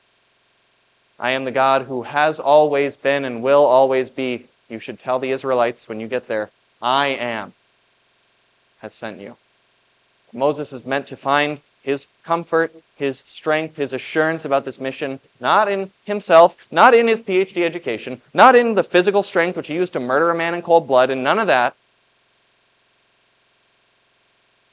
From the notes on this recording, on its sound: Was preached at Grace of God Lutheran on June 11, 2023. This Sunday sermon, based on Exodus 3:1-15, was preached at Grace of God Lutheran.